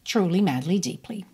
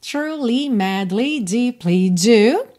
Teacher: todas essas três palavras têm a sílaba tônica no início · Shown in: first take